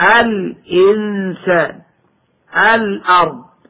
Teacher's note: فتظهر اللام قبل الهمزة · Term: قمرية